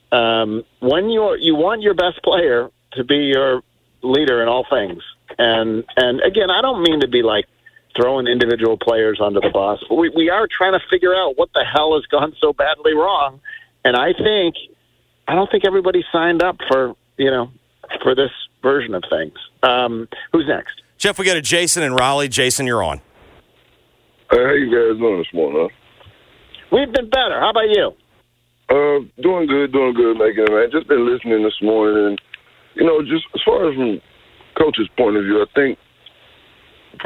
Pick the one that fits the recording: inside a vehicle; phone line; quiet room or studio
phone line